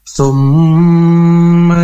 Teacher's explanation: Nah, ini ada mim bertasdid atau dibaca juga dengan gunnah dan harus didengungkan kurang lebihnya dua harokat melalui rongga hidung atau al-khayshum rongga hidung.